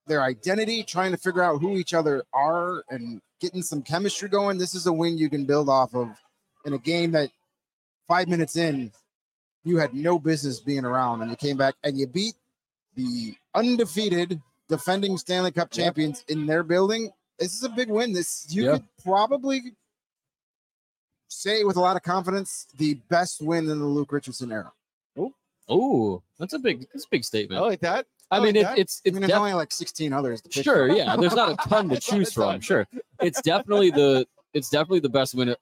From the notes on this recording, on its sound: LIVE from Legends Grill and Bar in Mokena. CHGO Blackhawks LIVE Postgame Podcast from Legends Grill and Bar in Mokena!